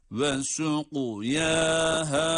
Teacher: Kaf harfinde kalkale olması itibariyle kaf harfini hem kalın hem de kalkale yaparak okuyoruz.